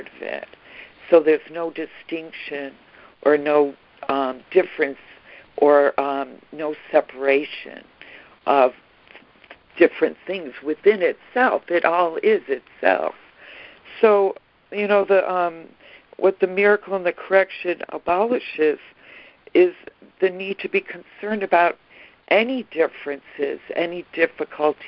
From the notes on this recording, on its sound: ACIM Daily Conference Call